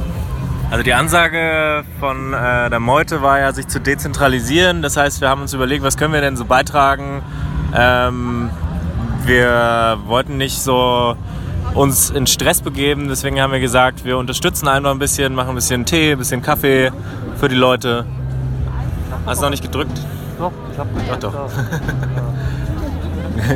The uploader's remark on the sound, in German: Unsere Live-Berichte zur Räumung zum Nachhören.